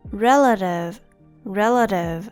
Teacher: And the T here pronounced a little bit like d